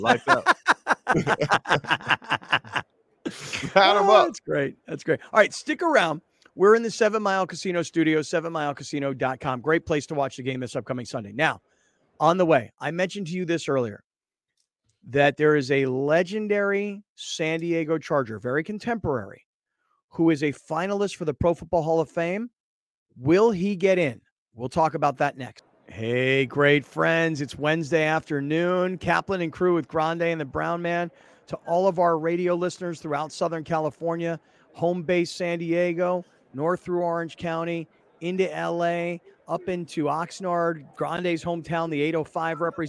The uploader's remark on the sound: LIVE FROM THE SUPER BOWL DAY 3